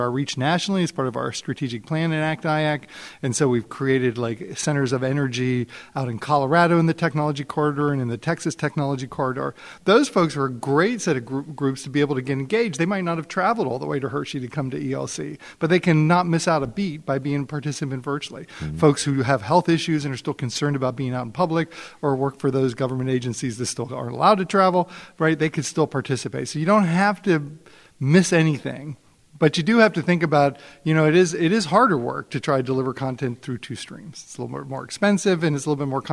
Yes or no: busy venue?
yes